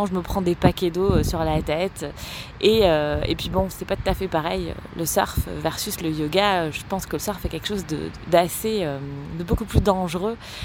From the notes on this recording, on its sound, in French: Un épisode spontané enregistré sur les pieds dans le sable sur fond d'océan.